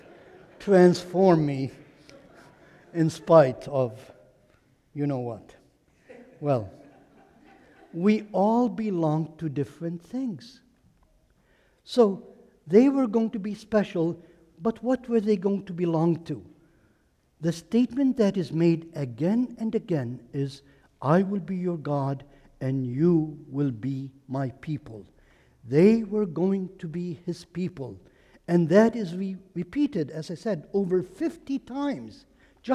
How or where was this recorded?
large echoing room